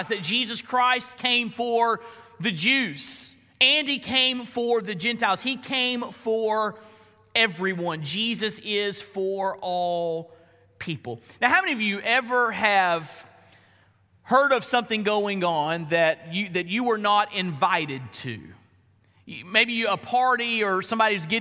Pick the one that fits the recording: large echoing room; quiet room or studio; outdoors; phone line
large echoing room